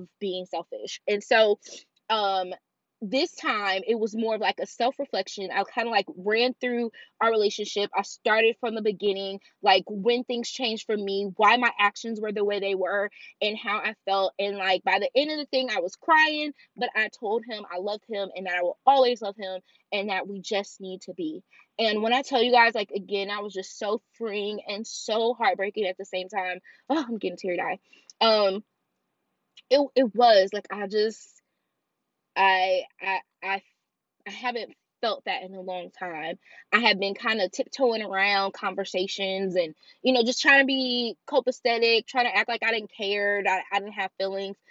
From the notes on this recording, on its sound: This episode is unfiltered, unedited, and literally recorded in my car!